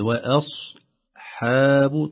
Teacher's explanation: أن ترقق الواو و وترقق الهمزة و آ وتفخم الصاد و أص حاب، ترقق الحاء مرة ثانية، إذا لا ينال التفخيم إلا حرف الصاد فقط، وننتبه لترقيق الواو والهمزة والحاء